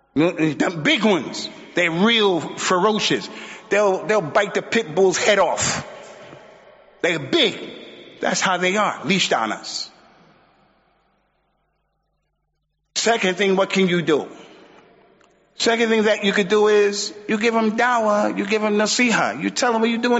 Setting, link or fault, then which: setting, large echoing room